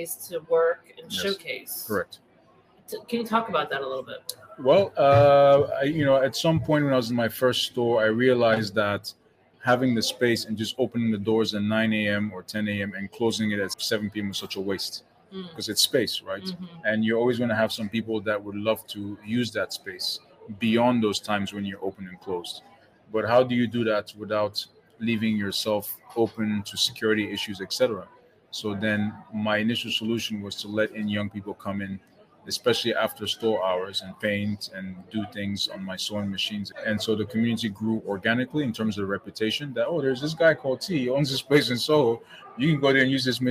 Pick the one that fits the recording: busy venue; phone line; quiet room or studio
busy venue